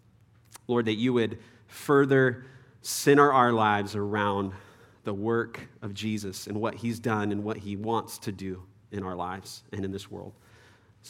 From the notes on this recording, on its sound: Third session at our 2023 Men’s Conference